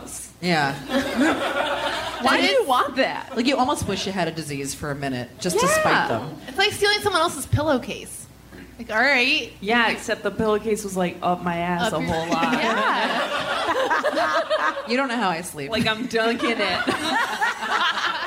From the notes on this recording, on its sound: At a live show in Portland.